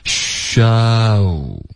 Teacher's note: 就是代替这个 show,可是你别用中式的这个 show 的这个发音，因为中文呢，这个 o 的音呢，嘴型是比较小的，比较偏小的，然后你用这个发音代替英文的双元音 o,是容易导致误解的。OK,那英文的这个 show,大家要注意，开头也是撅嘴的。OK,它不是吸。修的这个西，而是一个虚的开头，你要嘟嘴，然后发这个 sh 的音，嘘嘘。OK,所以一定要嘟嘴，然后我们嘴巴再张开，sh 这个的音，你的上齿下齿之间大概有一个手指的宽度，sh,所以跟中文的这个修改的修。脱口秀的这个修不一样，因为这个修其实不要求多少下颚的动作，那 sha 开头嘴巴会张开，然后后面再嘟嘴 show 大家可以听到 sha,然后从滑到乌吗 show OK,这个音要求下颚灵活。 OK,第一，第二呢，你的开头和结尾都是一个嘟嘴的一个形状，这个字虽然简单，可是它的发音并不容易。OK,下颚灵活。开始和结尾的时候都得是一个动作，嘟嘴的动作。嘟嘴的，然后中间是嘴唇放松的，这样才能导